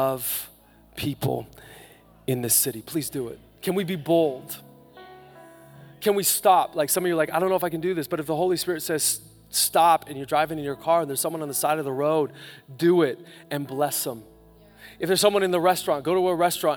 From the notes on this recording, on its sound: Live from Capital Church on Christmas Eve 2019.